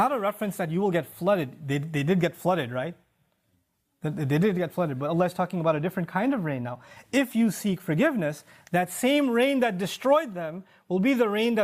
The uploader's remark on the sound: This khutbah was recorded at the Bayyinah Foundation Musallah on April 6th 2018.